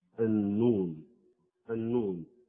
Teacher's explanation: فالنون إذا التصق اللسان مع لثة الثنايا العليا يخرج النون